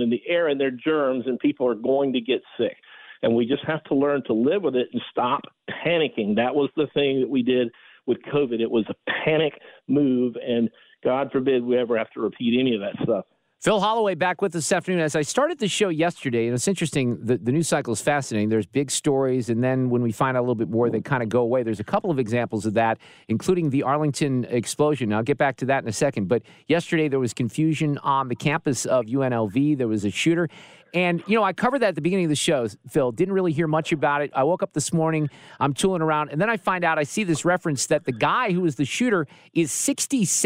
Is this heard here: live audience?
no